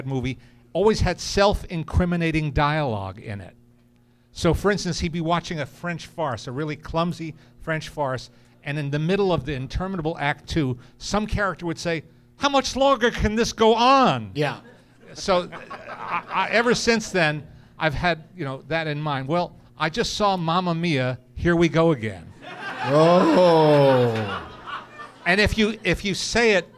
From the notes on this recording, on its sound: Live from the American Comedy Co. In Sweet Home San Diego.